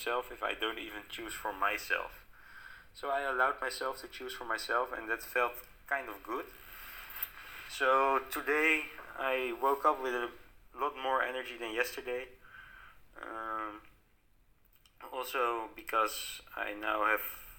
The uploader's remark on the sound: Bad quality of voice due to technical problems. I think you can even hear it during the episode.